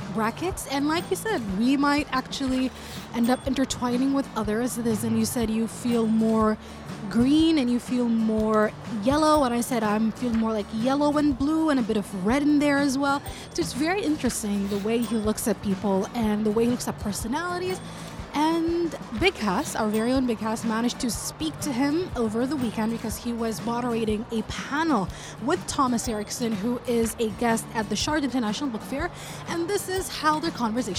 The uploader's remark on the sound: Live at SIBF 2023. On the sidelines of his talk.